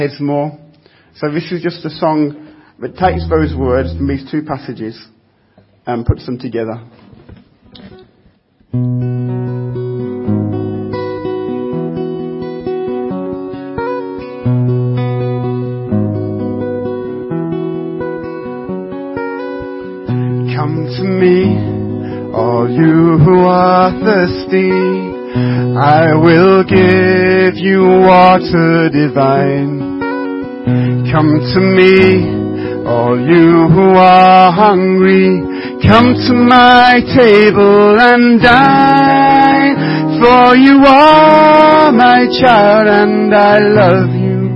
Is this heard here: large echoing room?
yes